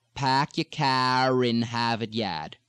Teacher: You can say pack your car in Harvard Yard, but if car in comes together, pack your car in Harvard Yard, the R almost tacks on to the beginning of the next word. · Term: glide over